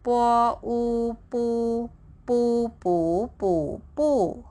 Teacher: fourth tone go all the way down · It sounds as bo, and the vowel is single vowel U pronounced as U with the fourth tone